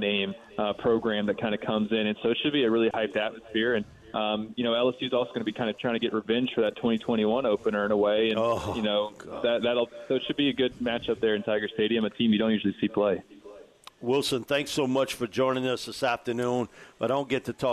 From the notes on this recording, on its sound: broadcasting LIVE at the Rouses on Tchoup.